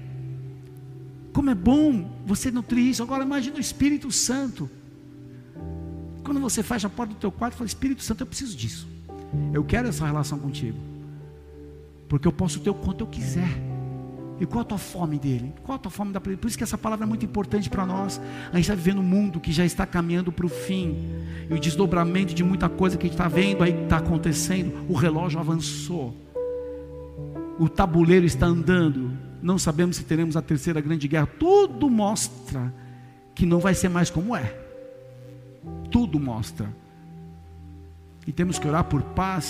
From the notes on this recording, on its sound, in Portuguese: Áudio extraído do culto da igreja Bola de Neve Porto Alegre.